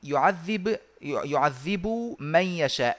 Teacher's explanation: تدغم الباء في الميم من كلمة يعذب مع كلمة من يشاء